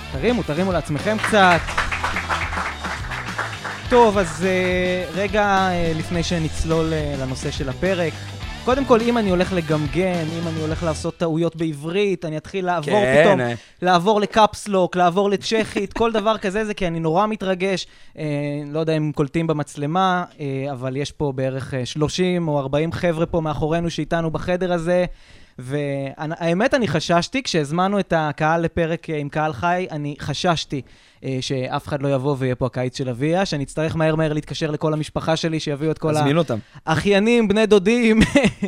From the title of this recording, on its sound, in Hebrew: ספיישל עם קהל חי!